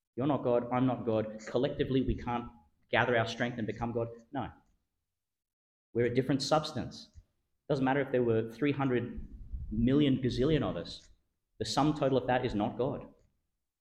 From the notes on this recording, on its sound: delivered (at the evening Mass) in Our Lady Star of the Sea Catholic Church, Gladstone, Qld.